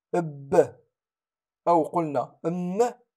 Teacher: إذا قلنا إب أو قلنا إم فهما يخرجان من مخرج واحد وهو عند التقاء الشفتين